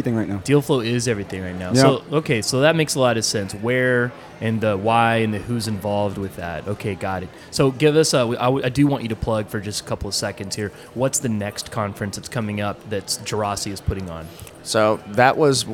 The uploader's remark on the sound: We bring you conversations recorded at the Geraci Broker Exchange conference in Dallas.